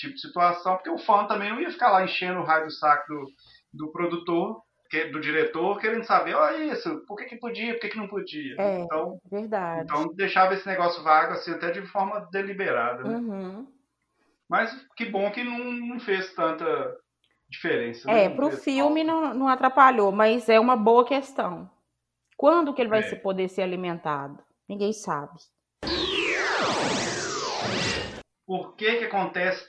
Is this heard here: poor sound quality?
yes